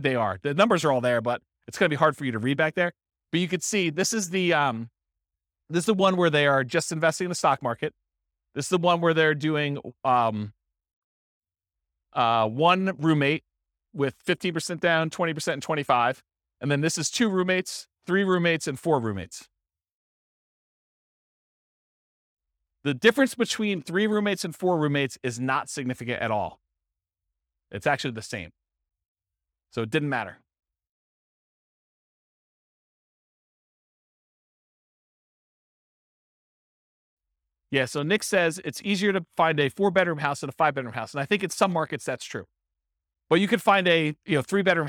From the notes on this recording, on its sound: This was a live class recorded.